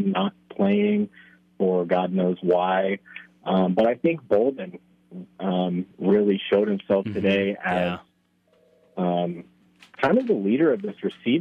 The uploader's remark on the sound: Florida Postgame Call-In Show